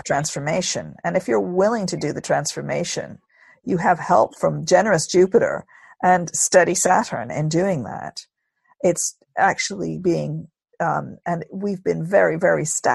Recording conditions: video call